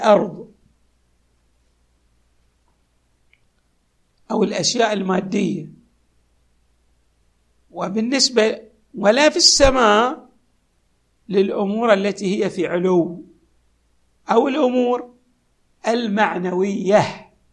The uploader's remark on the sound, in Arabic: تسجيلات جامع الامام علي عليه السلام الأحساء المبرز